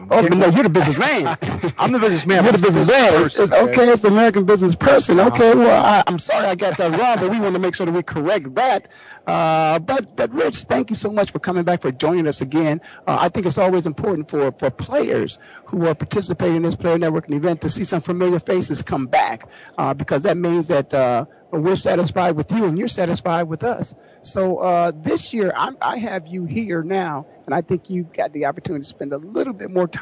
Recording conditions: busy venue